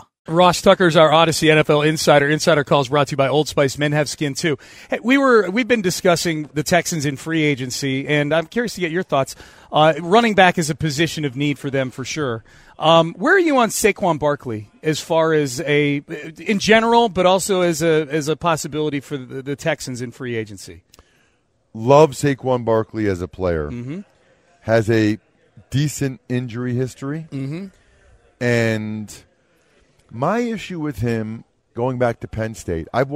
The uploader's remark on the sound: live at Radio Row in Las Vegas